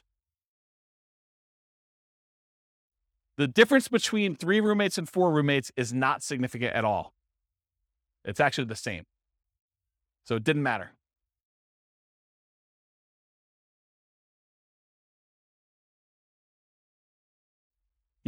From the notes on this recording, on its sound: This was a live class recorded.